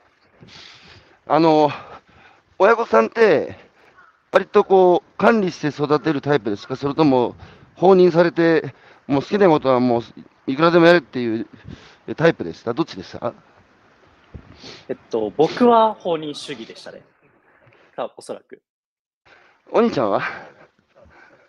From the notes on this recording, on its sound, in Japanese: 歩くラジオ。歩きながら1時間、対談する。